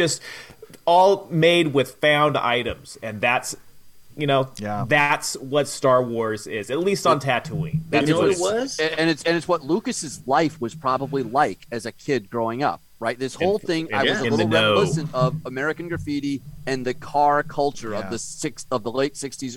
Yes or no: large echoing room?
no